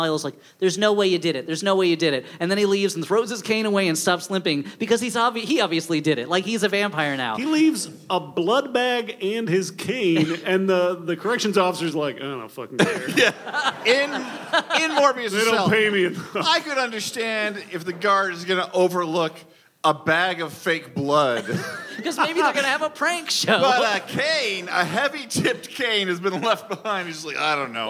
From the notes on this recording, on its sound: Covid has kept us from in-person live shows for more than two years, but last weekend we made our triumphant return at The Bell House in Brooklyn. Covid has kept us from in-person live shows for more than two years, but last weekend we made our triumphant return at The Bell House in Brooklyn. Fangs to all who came out in person!